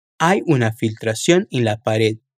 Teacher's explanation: Ojo, infiltração se diz filtración, sem o in no começo, como em português, e ele termina em ion. Parede termina com D, não se adiciona esse E no final, como em português, hein? E se pronuncia com a língua no céu da boca.